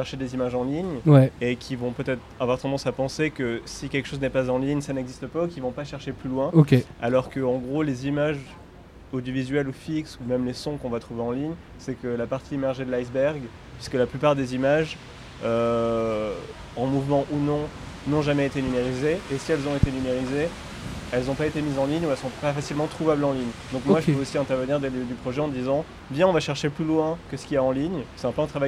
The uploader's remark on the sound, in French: Le podcast sauvage est un enregistrement dans un lieu public sans demander d'autorisation. Le principe est simple : inviter des passants, des inconnus à participer avec nous.